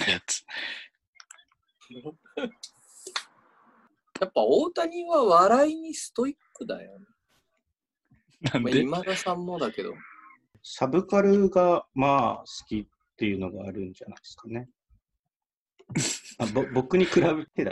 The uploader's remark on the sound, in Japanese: ３人で初ZOOM。収録地：それぞれの家（ZOOM収録）。